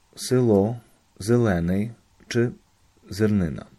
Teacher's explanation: Podobnie będzie z samogłoską e, która w sylabie nieakcentowanej brzmi jak dźwięk pośredni między e oraz y